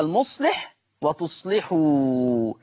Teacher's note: اللام مكسورة ومسبوقة بصاد ساكنة، يبقى حكم اللام الترقيق. طالما انها فقدت الشرط بقت اللام مكسورة، يبقى حكم اللام الترقيق كحفص.